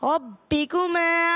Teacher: यहाँ बा मुशद्दद है, बा हरूफ कलकला में से है, तो इसे जमाओ के साथ पढ़ना है